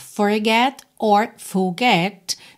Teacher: Esses R's podem ser mais ou menos enrolados, né? Se eu estivesse falando essa palavra, eu poderia falar forget or forget, dependendo aí do sotaque mais americano, mais britânico.